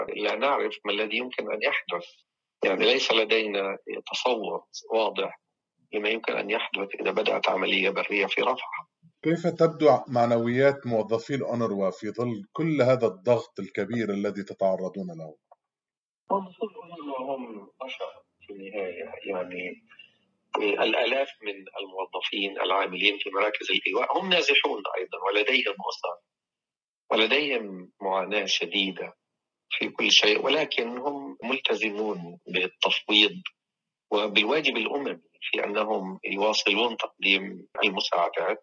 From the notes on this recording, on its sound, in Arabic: في اتصال هاتفي مع أخبار الأمم المتحدة من رفح.